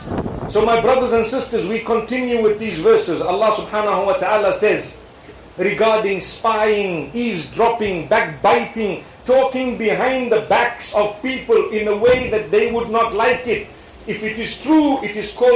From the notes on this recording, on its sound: Lecture delivered in Tamale, Ghana during the Points to Ponder Tour.